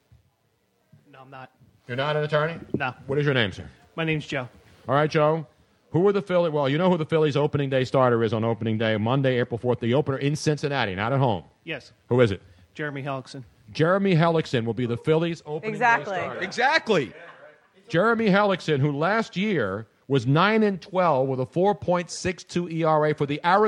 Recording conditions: live audience